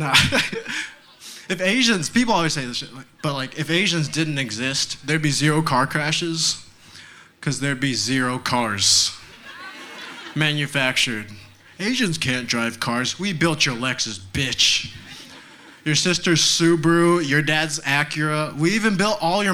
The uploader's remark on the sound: Recorded live at Late at the Lake, at Mozart's Coffee Roasters in Austin, Texas on Tuesday, May 24th, 2022.